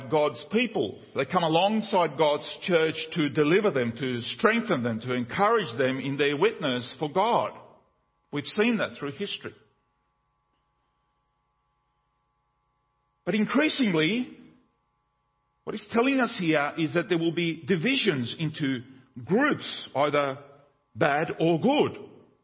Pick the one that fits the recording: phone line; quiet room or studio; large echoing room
large echoing room